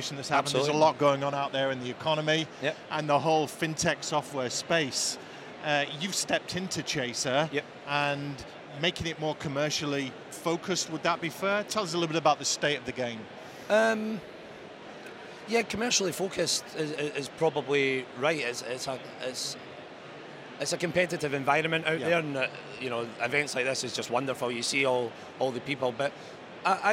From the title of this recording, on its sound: Event Special - Accountex 2023 Live Interviews